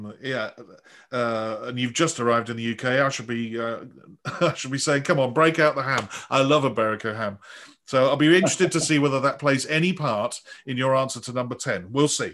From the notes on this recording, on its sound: This interview was recorded on 23rd February 2021 via Zoom.